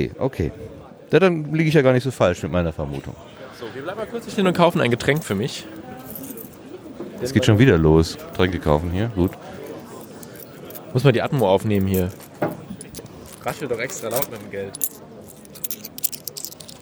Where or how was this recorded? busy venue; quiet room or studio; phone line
busy venue